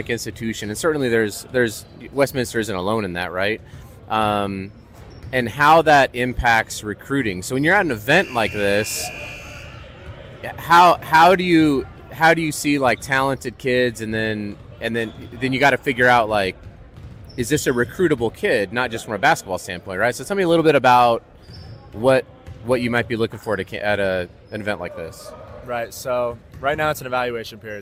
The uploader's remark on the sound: LIVE from the Tarkanian Classic in Las Vegas.